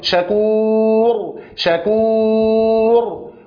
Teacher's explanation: أما الواو فتهتز فيها الأوتار لأنها مجهورة